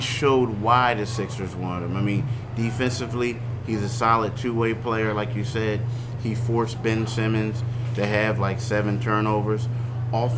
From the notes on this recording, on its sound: Live! from Raptors/Sixers. Chat in-person after the Raptors' 113-102 win over Philly on Wednesday night.